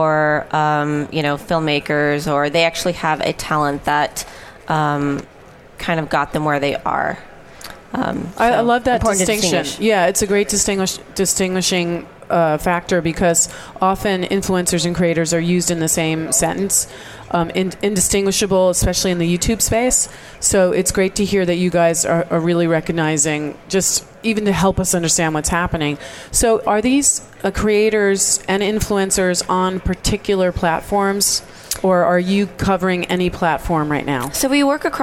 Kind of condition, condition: setting, busy venue